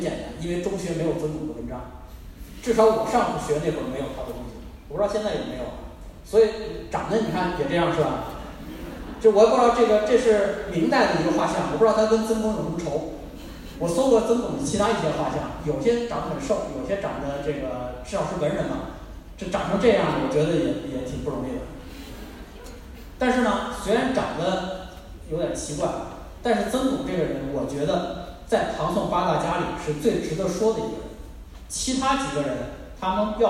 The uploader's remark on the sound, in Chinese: 南京见面会。来到南京荔枝广场的荔枝大剧场为新书《两京十五日》签售，并与南京读者见面。讲座完毕后，是读者提问环节。